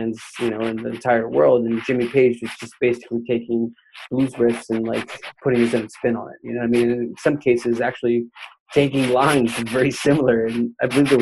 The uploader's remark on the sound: I'm sorry about the audio. I used the wrong headphones! The microphone rubs up on my jacket!